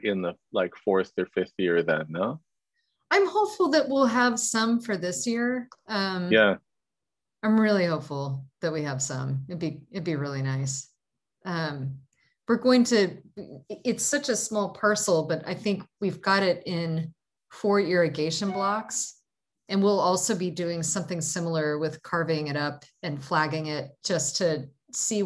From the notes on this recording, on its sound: In this Zoom session